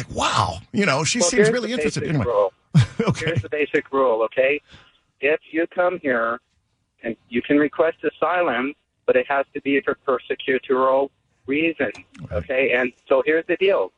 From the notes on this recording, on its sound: listeners call in and voice their opinion today on A Nation divided Radio